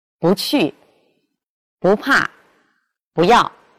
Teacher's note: 在去声前便阳平调